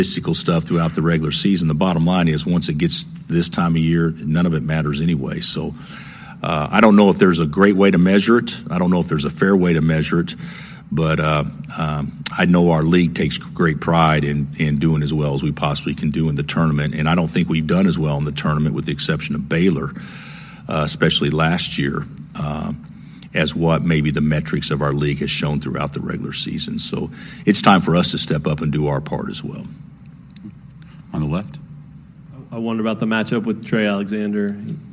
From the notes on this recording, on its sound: full press conference audio, all from Fort Worth, TX